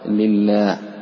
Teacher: رقق اللام والألف الذي بعده